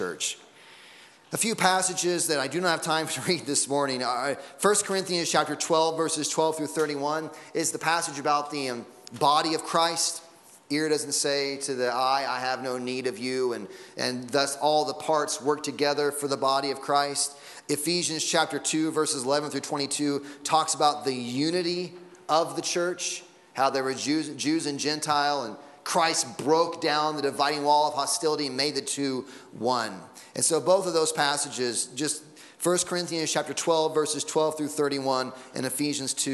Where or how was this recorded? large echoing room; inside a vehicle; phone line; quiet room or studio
large echoing room